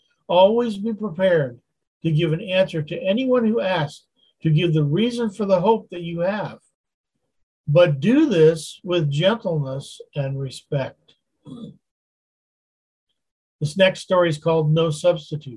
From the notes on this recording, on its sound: Continues his Wednesday Zoom study in Galatians chapter 5.